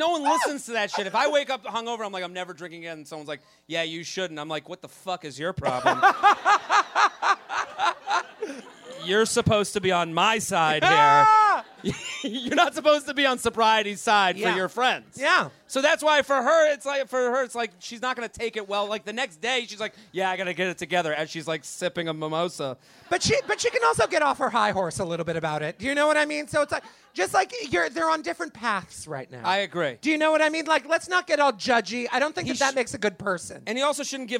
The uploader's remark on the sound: LIVE From The Village Underground.